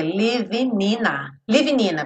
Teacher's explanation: o living não vai ter som o G, certo? Então, a gente vai ligar o N do living já no in.